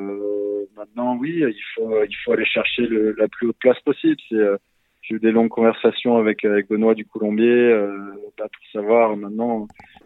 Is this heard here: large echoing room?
no